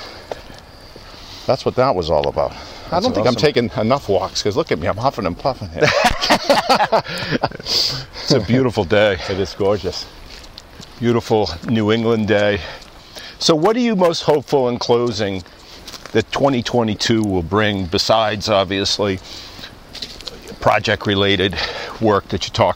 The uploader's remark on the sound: Takin A Walk. Walk and talk at Tower Hill Pond in New Hampshire.